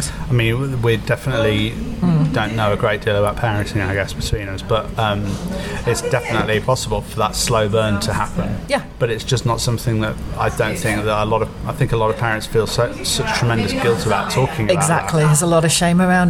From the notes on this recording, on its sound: We recorded this a few weeks ago - in a pub